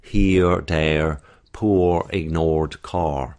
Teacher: you have any final R that's going to be strongly curled